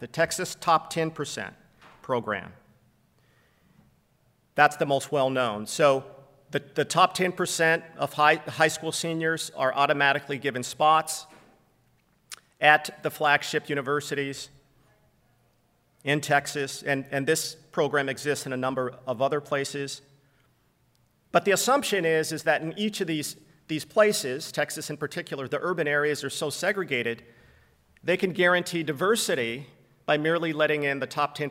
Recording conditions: live audience